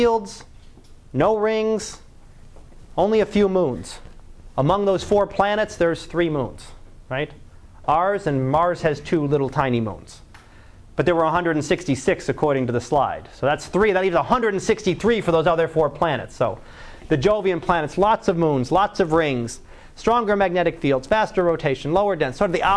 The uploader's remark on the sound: Live Class Lecture 2012 Sep 17